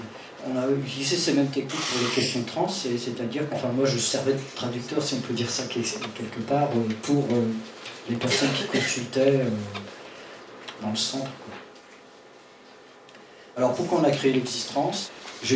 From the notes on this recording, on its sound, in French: Au centre LGBTQI de Paris Ile-de-France. Enregistrement réalisé en public au Centre LGBTQI Paris-Île de France.